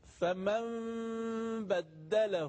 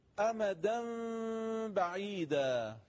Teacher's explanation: نون ساکن به با که گفتیم باید به میم تبدیل کنیم، میم وقتی به با برسه اخفا میشه. · Term: میم ساکن به حرف با